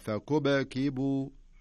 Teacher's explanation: في السكون هذا اللي في الباء الأولة نخليها تقلقل شوي